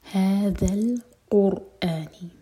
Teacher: هماري زبان اوپر والے دانت کو ٹچ کرے گی اور تھوڑی سی ٹپ باہر ہوگی یہاں پر ز کا ساؤنڈ نہ آئے · Term: ذال